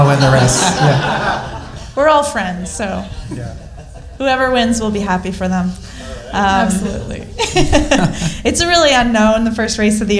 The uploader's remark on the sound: IM 70.3 Oceanside Triathlon LIVE podcast. Our first ever live podcast! Answering your questions live in front of an audience.